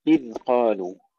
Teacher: إذ قالوا لنبي لهم، طبعا كلمة إذ كما سبق التنبيه مرارا ألا نقلقل الذال وإلا ألا نحولها إلى ثاء، لا نقول إذ قالوا ولا إذ قالوا، إذ قالوا سكون مع الرخاوة وتحقيق الذال ولا تتحول إلى ثاء